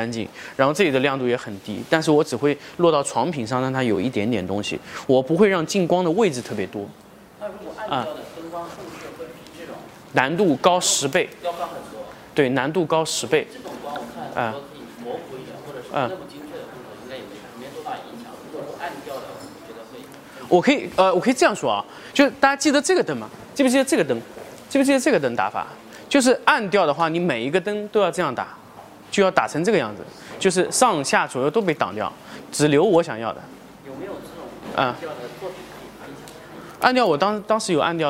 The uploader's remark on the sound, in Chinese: 成都家具workshop 现场答疑录音